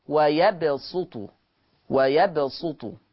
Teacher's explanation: أما ورش فيقرأ بالصاد الخالصة ويبسط